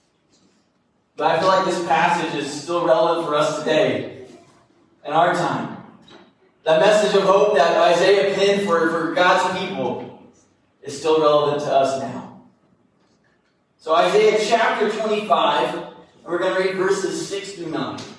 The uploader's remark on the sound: This sermon was recorded live at Greensburg Church of the Nazarene in Greensburg, KY.